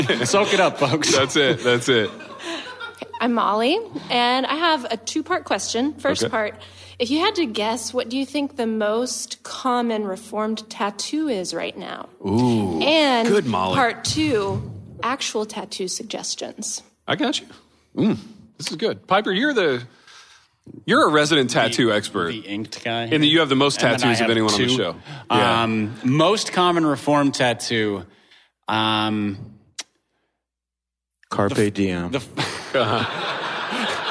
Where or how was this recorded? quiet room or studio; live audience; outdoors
live audience